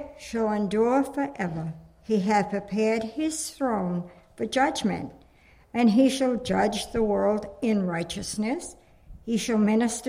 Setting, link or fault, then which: setting, large echoing room